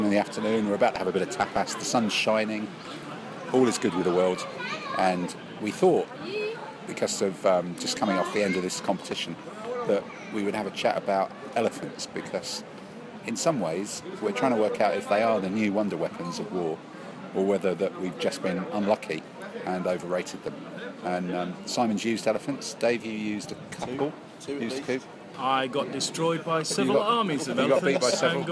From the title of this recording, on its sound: live from the (tapas bar) table-top in Spain